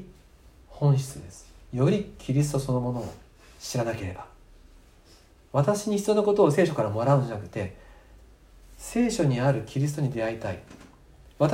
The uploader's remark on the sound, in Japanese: 2020年4月26日吉備教会礼拝メッセージ録音です。